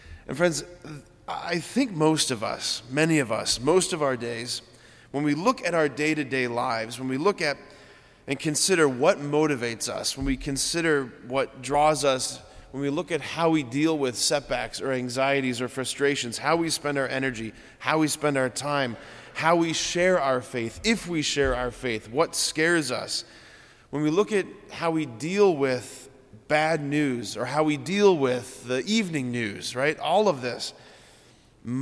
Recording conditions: large echoing room